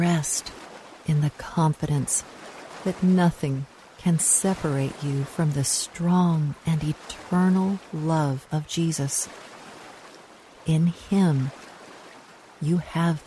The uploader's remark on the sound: Relax to the sounds of lake waves. Relax to the sounds of lake waves.